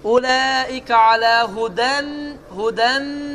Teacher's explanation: Artıq nunu demədi və keçdi mimə. · Term: idğam məl ğunnə